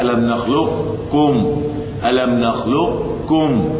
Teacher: أي أن القارئ يذكر استعلاء للقاف أو بعض الاستعلاء للقاف قبل الكاف فيقول هكذا: ألم نخلقكم، ألم نخلقكم.